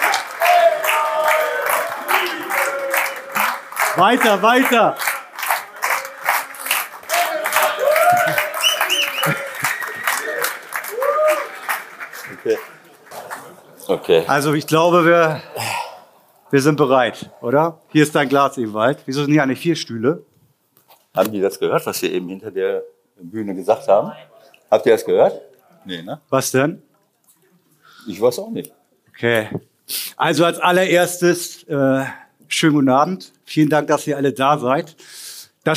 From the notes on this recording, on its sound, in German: Live vom Millerntor. Hier ist die Live-Aufnahme vom Millerntor.